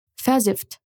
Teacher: o i de versifft é curto e podemos pronunciar ele de uma forma mais relaxada